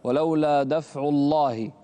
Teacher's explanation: فخم اللام في لفظ الجلالة